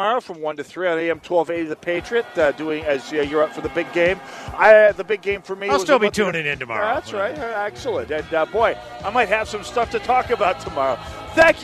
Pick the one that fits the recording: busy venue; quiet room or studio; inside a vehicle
busy venue